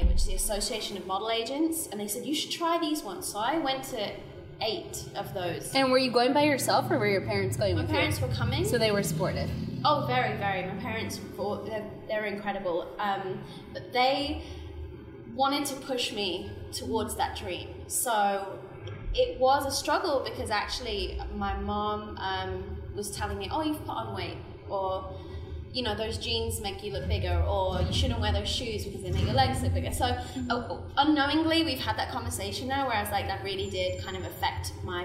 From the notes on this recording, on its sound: LIVE From The CF Clubhouse. Live in The CF Clubhouse in front of an audience of Style Gurus.